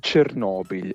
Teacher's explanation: l'accento tonico deve cadere correttamente sulla penultima sillaba, sulla O